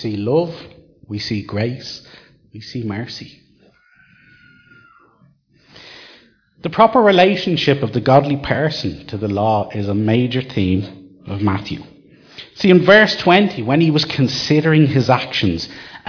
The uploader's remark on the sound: Recorded live at Liberty Church on 22 December 2019